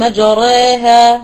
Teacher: وهذه هي الحركة الممالة لأنها تكون بين الفتحة والكسرة